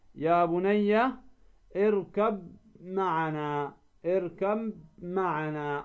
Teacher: أما ما أدغمه حفص من المتجانسين هو الباء في الميم في موضع واحد، يا بني اركب معنا، ما تقول اركب معنا، لا تدغم الباء في الميم، يا بني اركب معنا، اركب معنا، وهكذا. اذا تدغم ماذا؟ الباء في الميم · Term: إدغام المتجانسين